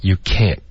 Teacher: can't 呢大家要稍微就是加一点重音它是否认的